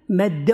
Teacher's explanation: İki dal bir araya gelince önceki öbürüne idgam edilir. Yani yapışır, birleştirilir. Ona bir şedde verilir.